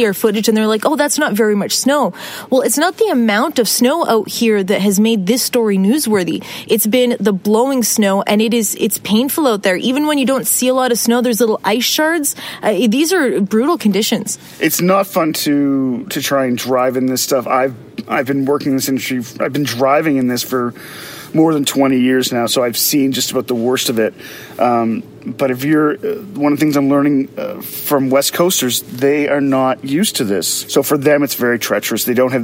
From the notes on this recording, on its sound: recorded this podcast in the field